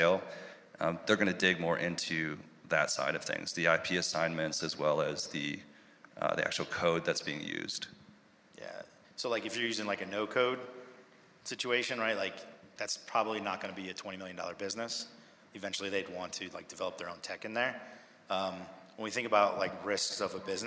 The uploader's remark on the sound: MicroConf Recap: Quiet Light Brokerage Answers Audience Questions. In this Q&A session from MicroConf US 2023. Answer attendee questions.